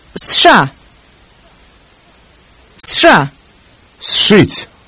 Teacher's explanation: The combination с ш becomes a longer ш sound.